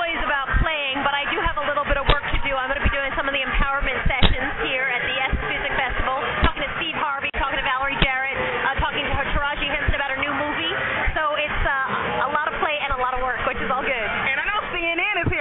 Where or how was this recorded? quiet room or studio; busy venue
busy venue